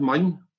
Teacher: Du hører jo den jodden til slutt der · Term: palatalisering